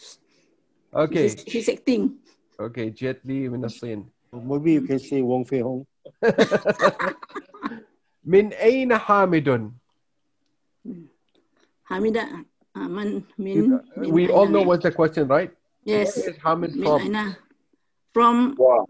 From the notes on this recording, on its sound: Zoom Host